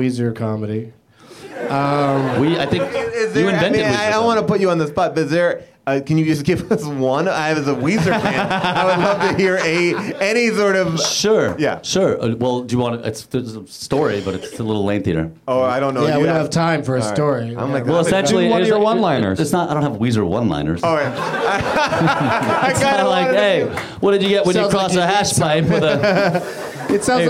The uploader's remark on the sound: Back at the UCB Theatre in LA